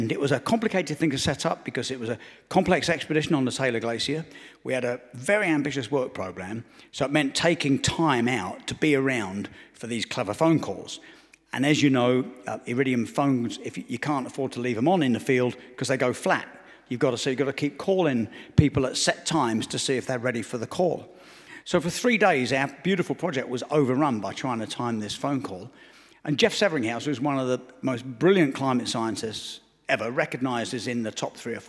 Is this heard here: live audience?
yes